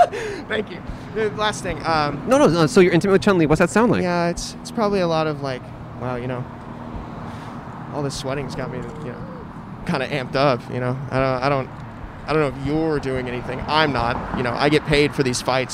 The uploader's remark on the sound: We recorded in front of iconic California institution In-N-Out. A lovely past guest who happened to walk by again. On Brand Blvd in Glendale.